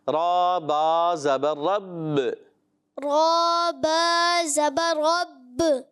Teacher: با میں کلکلہ کرنا ہے، مشدد کلکلہ کرنا ہے